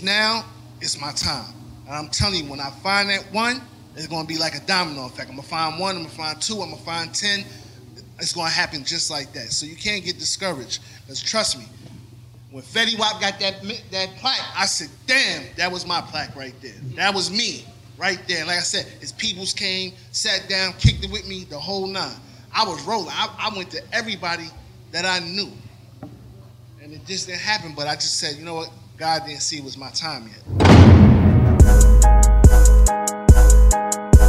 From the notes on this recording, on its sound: Replay of the industry panel that went down at the 1st South Georgia Music Awards held in Waycorss, Ga at club Hush.